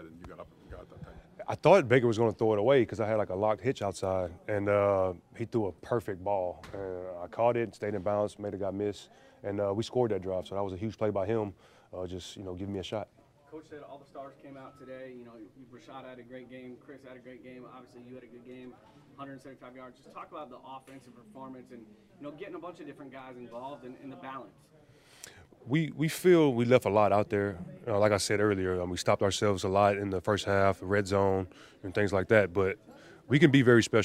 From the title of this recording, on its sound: Press Conference